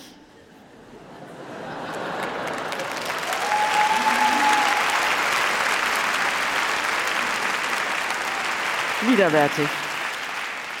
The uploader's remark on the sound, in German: bei einem Live-Auftritt in der Münchner Isarphilharmonie